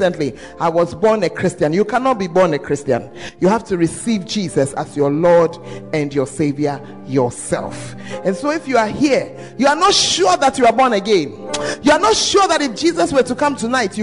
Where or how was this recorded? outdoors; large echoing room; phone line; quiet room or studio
large echoing room